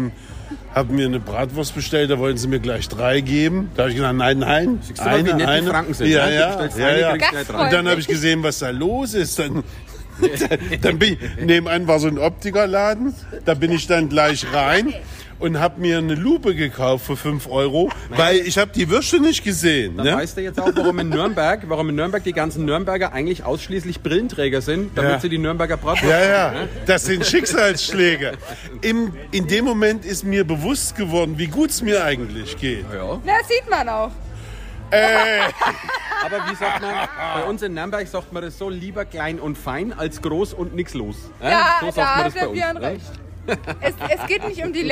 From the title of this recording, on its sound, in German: Sommer Straßen Fest Live